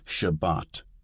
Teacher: This is the modern Israeli pronunciation that's used in most liberal synagogues in the United States. An example is Shabbat, Sabbath, with the accent on the second syllable. · Term: Sephardic